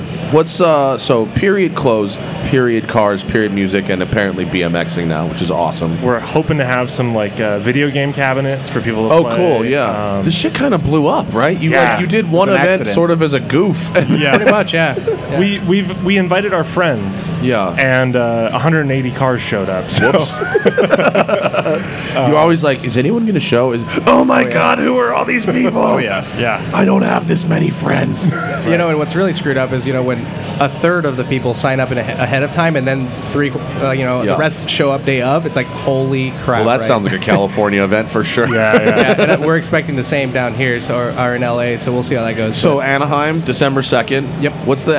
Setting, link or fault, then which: setting, busy venue